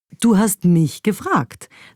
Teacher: wenn man das mich betont beim Satz, du hast mich gefragt, dann klingt es fast wie so ein versteckter Vorwurf